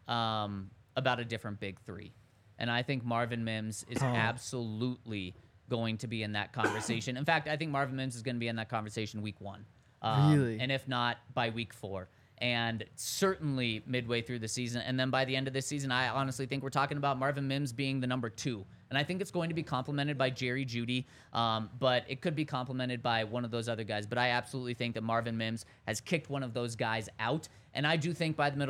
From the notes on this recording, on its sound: coming to you LIVE from the DNVR Bar